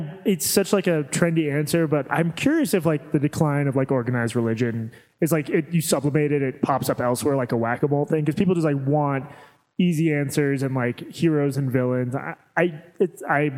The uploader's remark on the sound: Live From The Heterodox Academy Conference In Denver. A BARPod live show. There was a recording error and it was a mess at first.